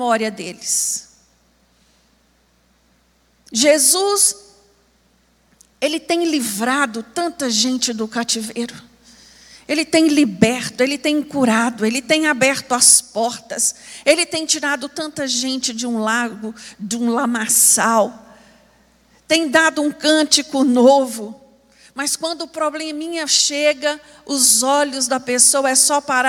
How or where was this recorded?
large echoing room